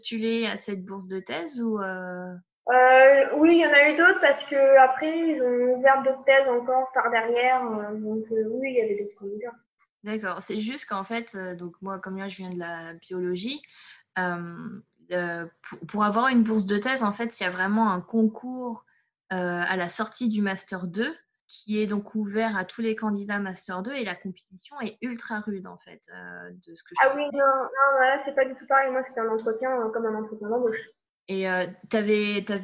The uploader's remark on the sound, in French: C’est mon premier interview enregistré en période de confinement donc désolé pour le son